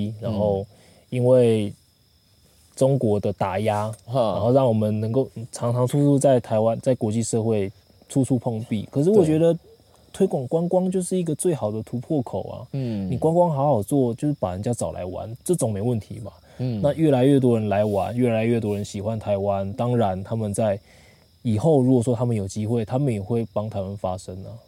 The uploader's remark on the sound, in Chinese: 我們現在錄音的地點，就是在新竹五峰鄉的羅山林道。本集節目是在野外錄音，所以收音品質並不是這麼理想，可能還會聽到些許山林中的蟲鳴鳥叫，還請您多多包涵。